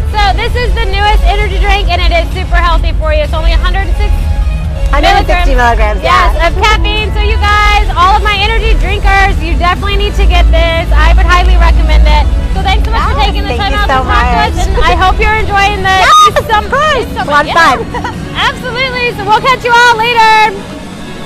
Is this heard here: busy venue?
yes